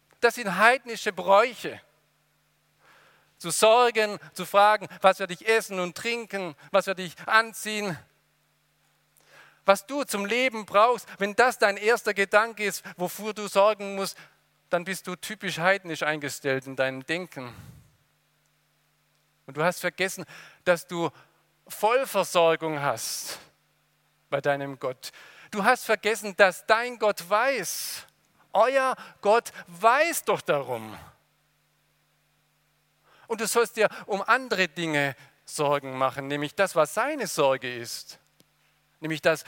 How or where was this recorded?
large echoing room